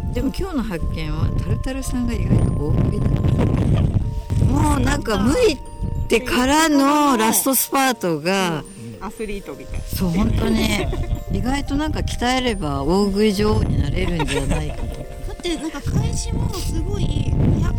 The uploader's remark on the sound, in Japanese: 惜しいことに風よけのシェードをつけ忘れてしまったため、山田の牡蠣小屋収録では恒例の放送事故回となってしまいました。最後に聞こえるカモメの声が爽やかです。